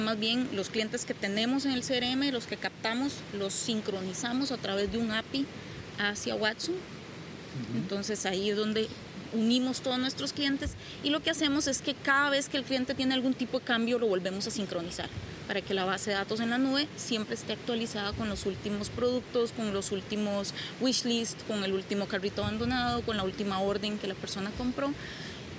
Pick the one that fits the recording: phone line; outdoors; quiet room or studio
outdoors